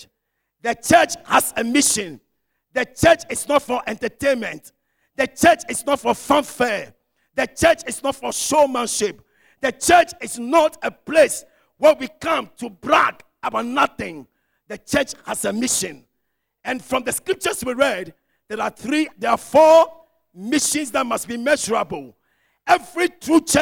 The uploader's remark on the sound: Sermon preached at CBC Shiashie Campus